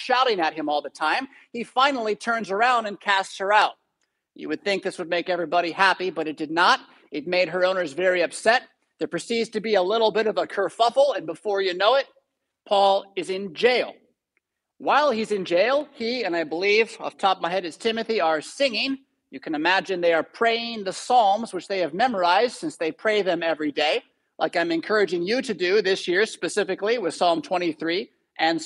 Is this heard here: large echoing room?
yes